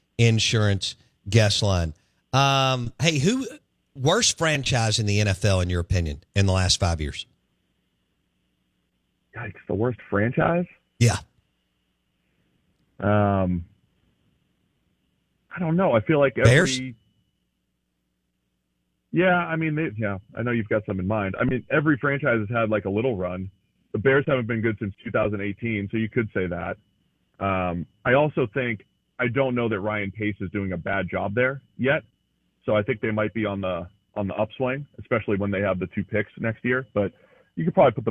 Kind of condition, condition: link, phone line